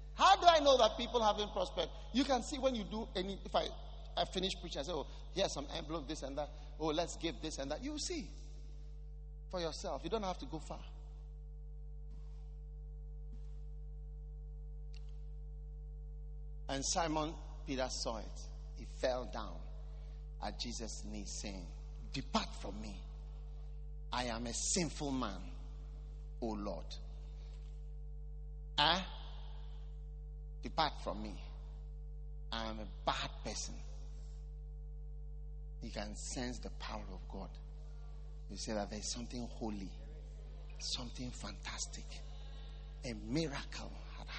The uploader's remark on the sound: Preached at the 'Q4 Easter Convention' at The Qodesh.